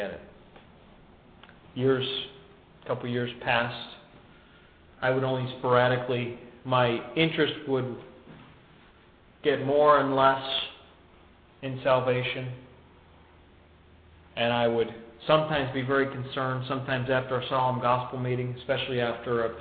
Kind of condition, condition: setting, large echoing room